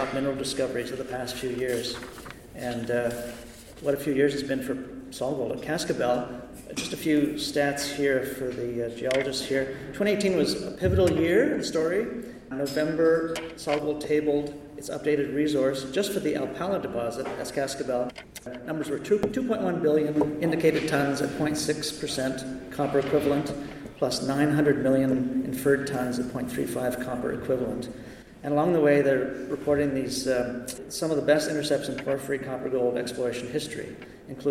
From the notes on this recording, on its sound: This podcast was recorded live at The Northern Miner's Canadian Mining Symposium held at Canada House at Trafalgar Square in London, U.K., in late May 2019.